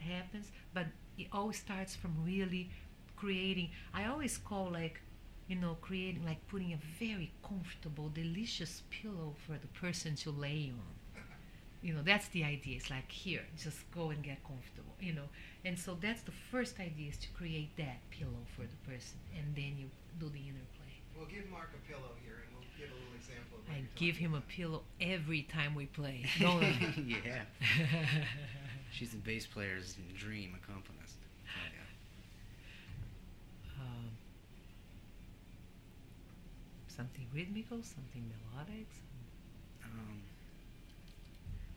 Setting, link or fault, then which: fault, background noise